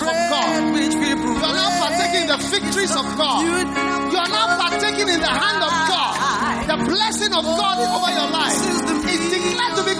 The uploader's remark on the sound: Preached at the First Love Gathering Service.